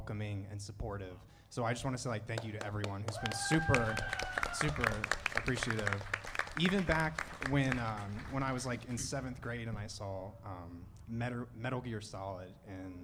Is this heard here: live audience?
yes